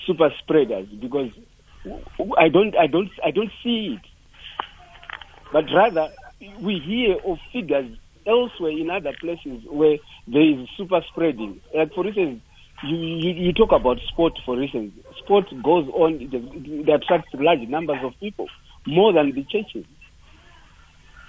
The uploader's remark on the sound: Guest on the phone